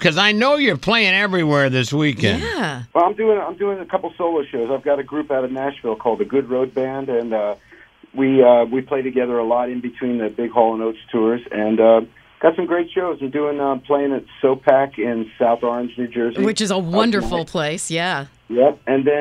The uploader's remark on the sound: checked in as our first star phone guest of the year